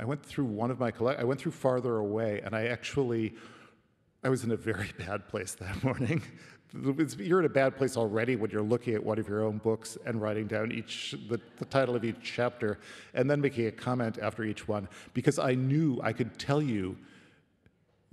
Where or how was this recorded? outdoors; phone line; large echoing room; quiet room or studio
large echoing room